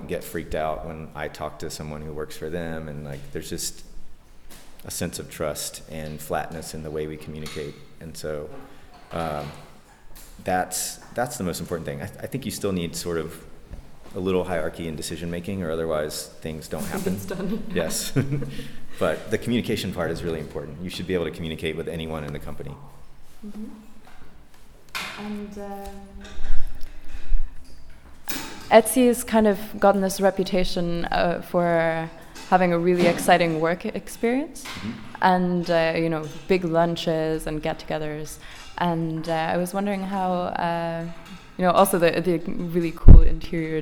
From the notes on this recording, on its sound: At the Hello Etsy conference (17-18 September 2011, Berlin)